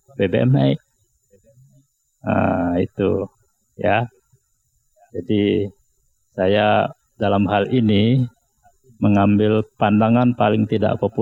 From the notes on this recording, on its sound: Live Outdoor Broadcast Radio Classy FM